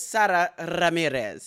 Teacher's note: You really rolled that R.